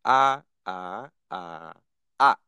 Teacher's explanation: The first one being high and flat, the second one going up, the third one slowly going down, then going back up, and the fourth one like you're slamming to the ground · Term: four tones